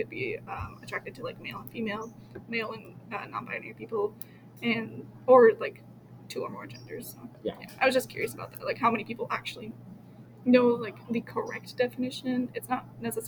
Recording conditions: sounds in the background